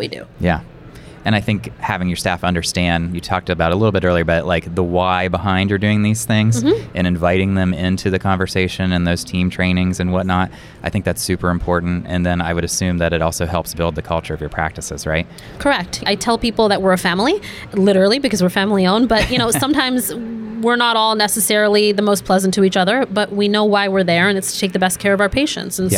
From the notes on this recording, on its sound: taped live at the Greater New York Dental Meeting in Manhattan